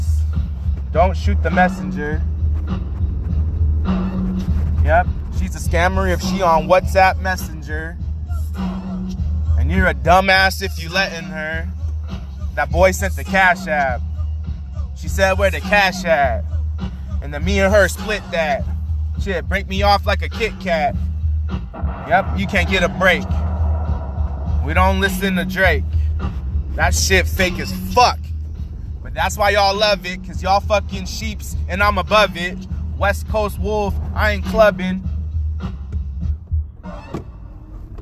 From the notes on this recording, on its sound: Driving my auntie to program